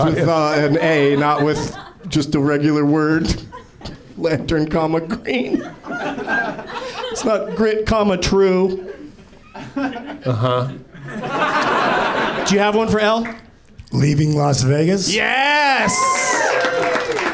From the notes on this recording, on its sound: Live from the NerdMelt Showroom in LA